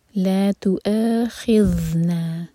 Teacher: لا تو اخذنا، ذال ساکن پر رخاوا ہوگا، تھوڑا سا ٹائم دیں گے تاکہ ذال کا حق ادا ہو، اس کو زا نہیں پڑھنا، بزنگ ساؤنڈ بالکل نہیں آنا چاہیے